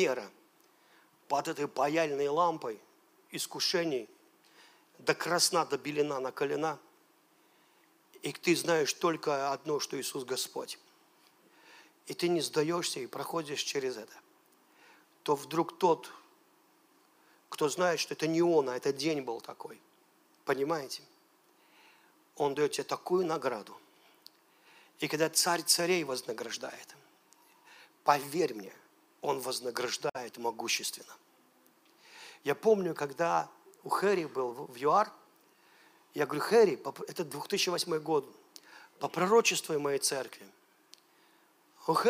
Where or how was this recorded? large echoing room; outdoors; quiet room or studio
large echoing room